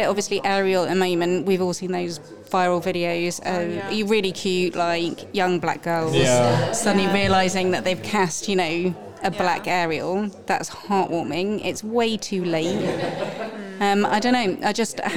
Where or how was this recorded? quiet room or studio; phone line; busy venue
busy venue